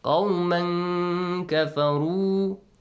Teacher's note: Qawman. You pronounce the noon sound, but without letting your tongue touch the gum area. · Term: ikhfa